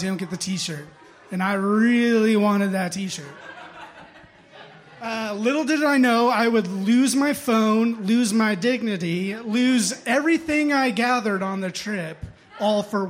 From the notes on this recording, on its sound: Impromptu Raconteurs. Audience members step up to the stage to share their stories.